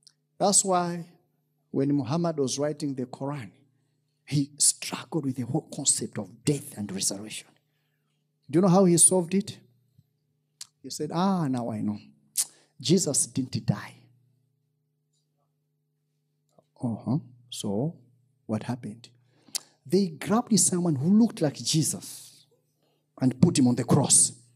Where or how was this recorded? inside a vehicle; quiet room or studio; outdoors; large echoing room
large echoing room